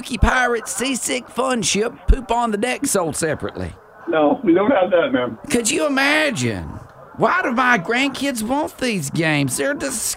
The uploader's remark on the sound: live at The Well collecting toys for LEO Santa.